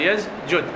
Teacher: هذا فالجيم حرف شديد، السين قبل مهموس يجب أن تهمس، إذا الجيم طغت عليها تحولت إلى زاي، صار حرف صفته شديدة، مو عندنا هاي الهمس والرخاوة والشدة، مو هيجي مجهورة ومهموسة، عفوا مجهورة ومهموسة ولينة ومتوسطة وشديدة، فالجيم إذا طغت على السين حولتها إلى زاي